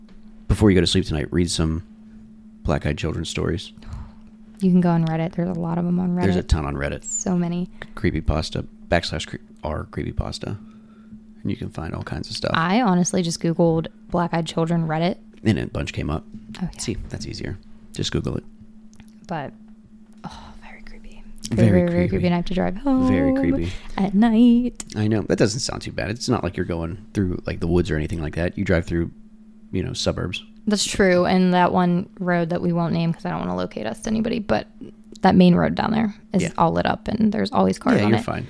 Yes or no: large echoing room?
no